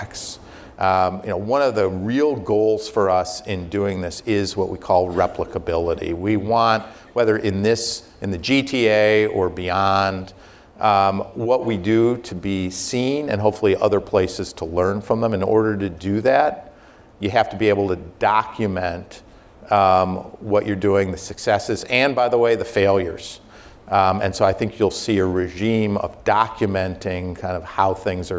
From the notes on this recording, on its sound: live RBCDisruptors event